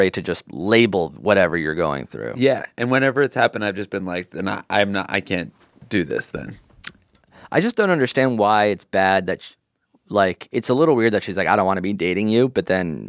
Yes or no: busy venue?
no